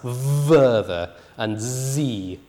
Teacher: So they'll take the fricative at the beginning of a word like further and see, and they'll pronounce it as verther and z. · Term: initial fricative voicing